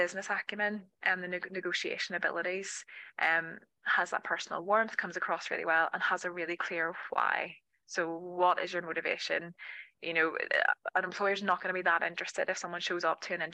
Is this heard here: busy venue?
no